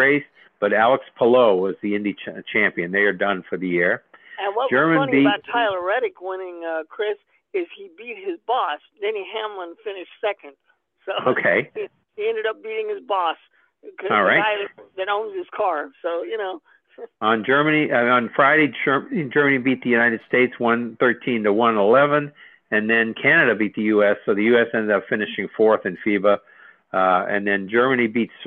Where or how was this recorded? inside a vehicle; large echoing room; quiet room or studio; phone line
phone line